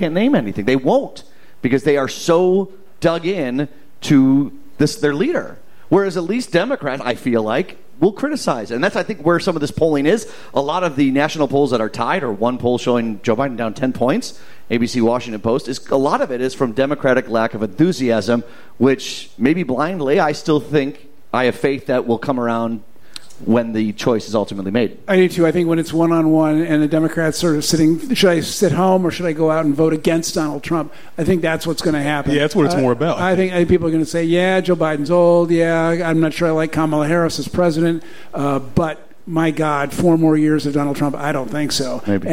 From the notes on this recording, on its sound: The Mincing Rascals Live from The Second City. Recorded in front of a live audience at The Second City.